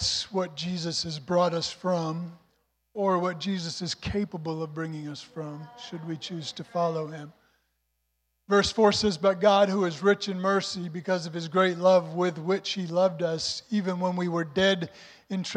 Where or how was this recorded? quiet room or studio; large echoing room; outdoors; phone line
large echoing room